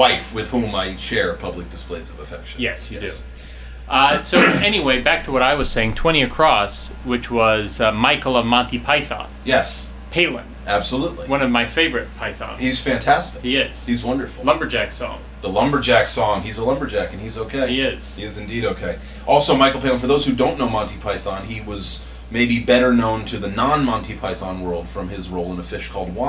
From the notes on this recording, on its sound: Sound quality returns to the D- level we offered before.